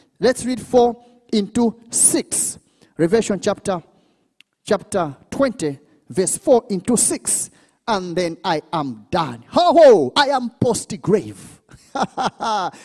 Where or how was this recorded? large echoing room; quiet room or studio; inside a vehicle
large echoing room